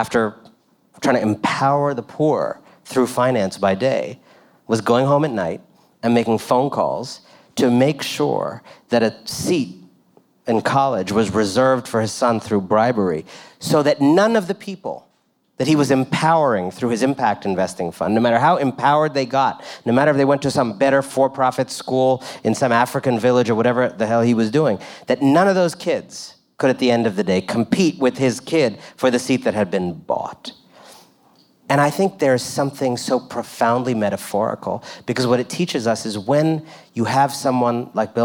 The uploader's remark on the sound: live conversation recorded at Made By We in New York City